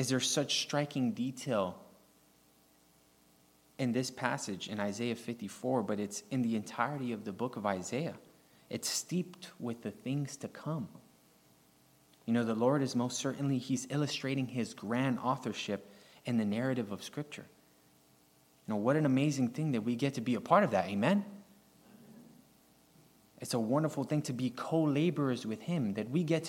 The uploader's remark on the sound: recorded on May 20, 2023, at Ringgold Seventh-day Adventist Church